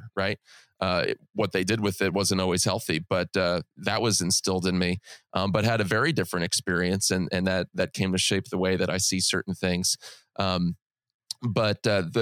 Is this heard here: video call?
no